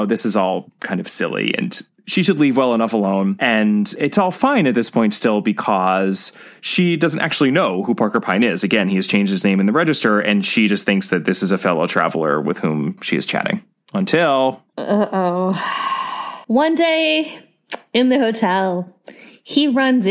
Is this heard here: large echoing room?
no